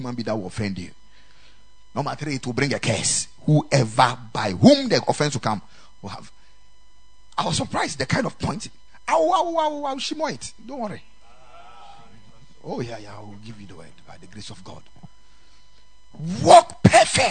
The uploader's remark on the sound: Preached at the Ekklesia Chapel